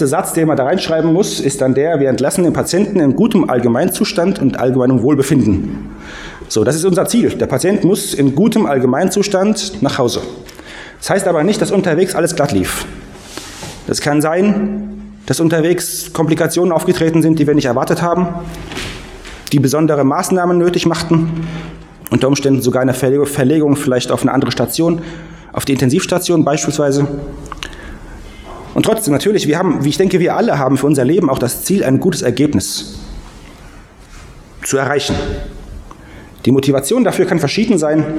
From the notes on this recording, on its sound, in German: Predigt aus dem Gottesdienst